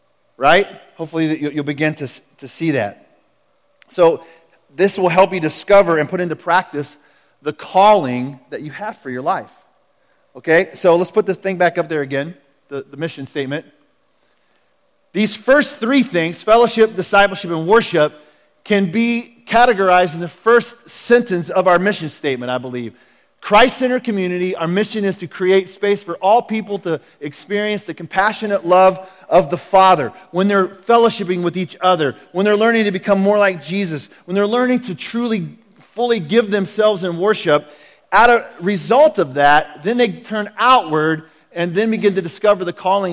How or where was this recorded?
large echoing room